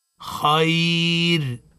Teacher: بالترقيق لان الراء ساكنه سكون عرضي سبقت بيا ساكنه